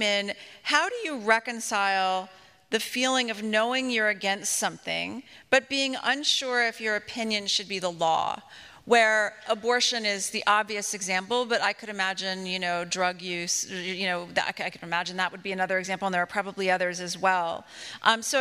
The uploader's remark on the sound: LIVE! Smoke 'Em Does Dallas. It was 15 minutes before sound check when my daughter and I decided to scoot around Old Parkland for a few minutes. Maybe 15 people, all dudes, in button-down shirts but not fancy. We brought our cocktails with us for sound check.